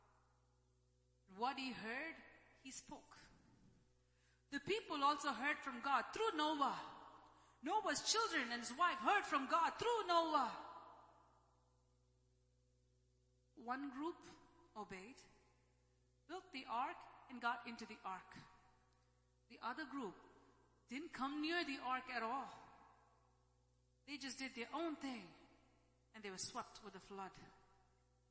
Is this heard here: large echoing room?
yes